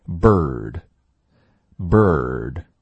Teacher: 这元音本身就包含了卷舌，所以 bird，bird。好，对比一下，为什么这里没有加 r？因为它本身是卷着舌发出来的音 bird，而我们那些加 r 的卷舌音，比如说前面的 chord，我们是先发 call，然后再卷舌 chord，所以加了 r 之后，其实 or 是一个双元音，从 o 到 ror，而这里的 bird 它不是双元音，不是从 a 到 r，而是直接 rbird。我们来看下一行啊，这是一个小口的啊，注意这个啊千万不要发大，在我的职业生涯当中啊，好多学生会把这个 but 的啊发的嘴很大，要变小，它张嘴的幅度和 alone 的